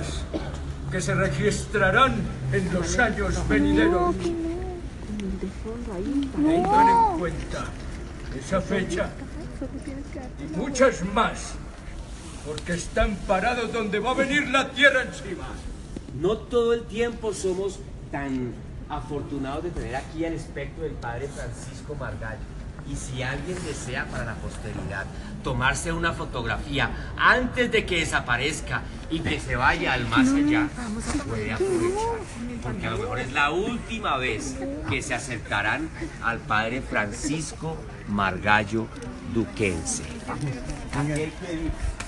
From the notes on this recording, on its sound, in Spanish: Esta es la recopilación de los audios grabados durante el tour fantasma por el centro de mi ciudad Bogotá.